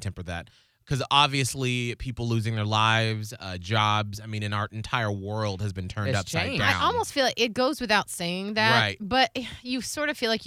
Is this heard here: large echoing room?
no